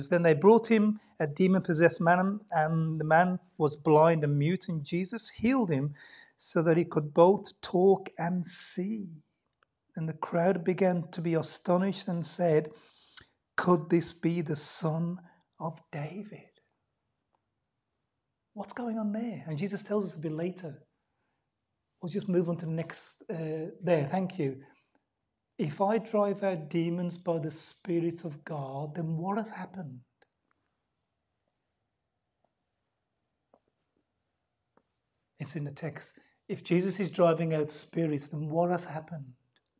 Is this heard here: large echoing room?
yes